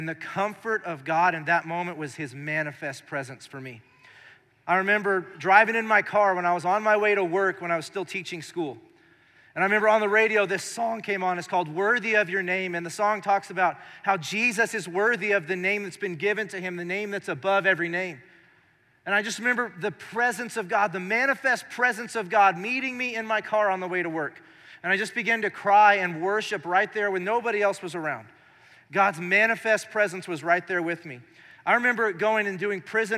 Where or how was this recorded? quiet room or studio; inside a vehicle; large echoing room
large echoing room